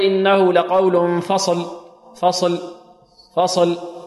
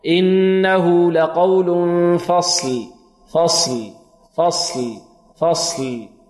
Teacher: تسكين الصاد مع تسكين ماذا اللام ومع إعطاء اللام حقها من الجهر وهو اهتزاز الوتر الصوتين · Shown in: second take